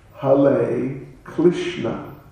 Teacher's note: there's a tendency to pronounce R as L